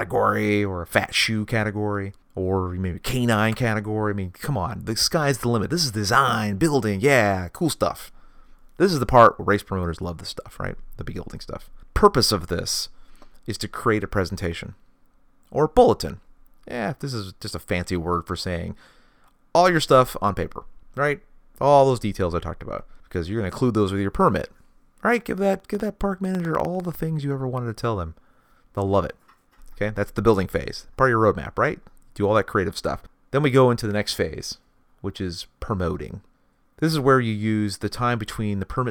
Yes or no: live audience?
no